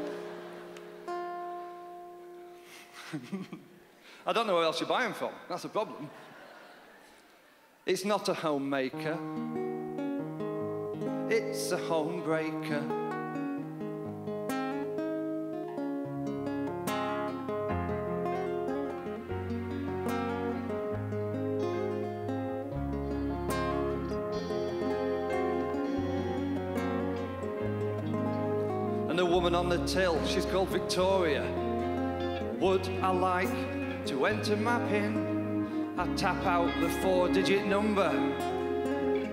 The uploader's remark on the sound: brings his delightful comedy to the 2010 Just for Laughs Festival in Montreal